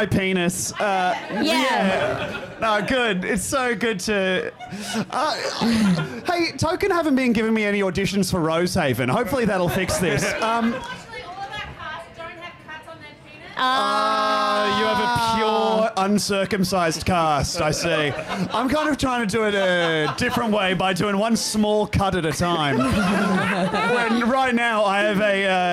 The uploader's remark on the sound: MELBOURNE LIVE POD. We did a live pod.